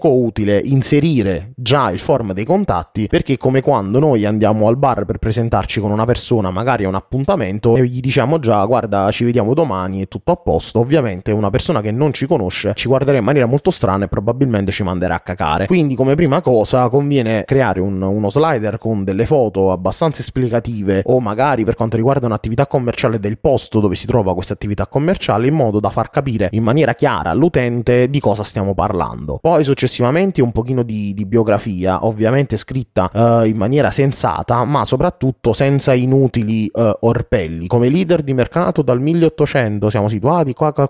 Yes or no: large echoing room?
no